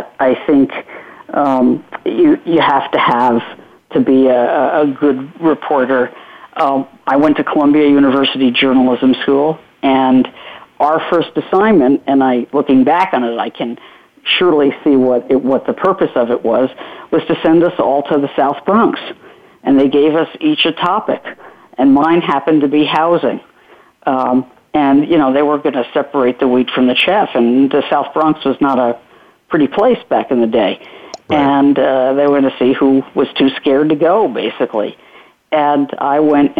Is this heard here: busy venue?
no